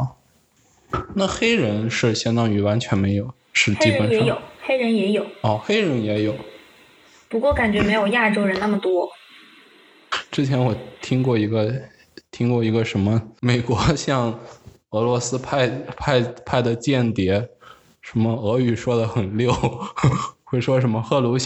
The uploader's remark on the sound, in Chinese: 我们通过Zoom进行了一番愉快友好的聊天